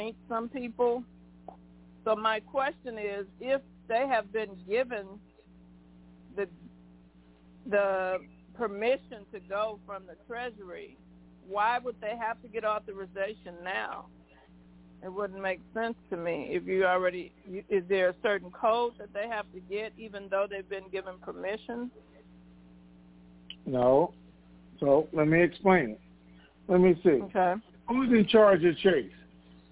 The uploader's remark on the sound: TNTSuperfantastic Conference Call.